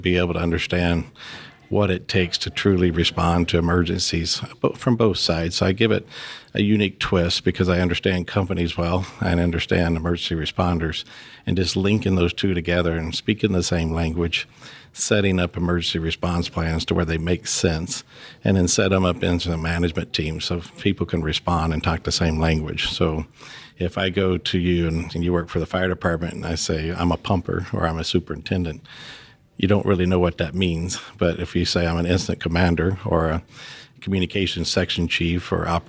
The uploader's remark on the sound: recording at the HSE for Unconventional Oil & Gas 2019